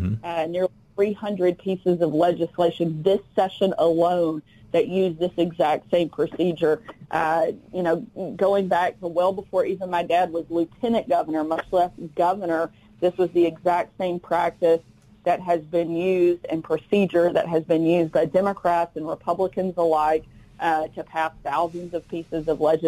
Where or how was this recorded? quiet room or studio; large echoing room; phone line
phone line